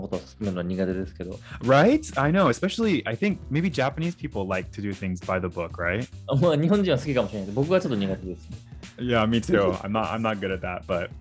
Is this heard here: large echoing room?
no